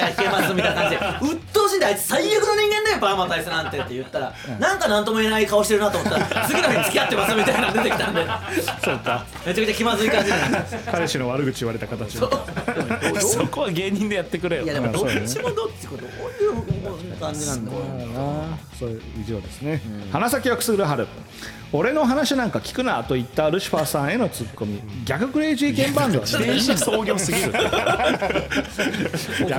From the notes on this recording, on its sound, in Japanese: 公開収録より